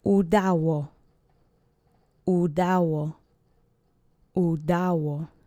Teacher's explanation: It's the past tense, third person singular of the verb. The accent is on the middle syllable.